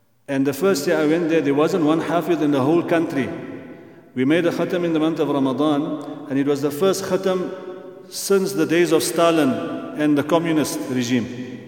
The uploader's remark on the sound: at the Houghton Masjid (West Street)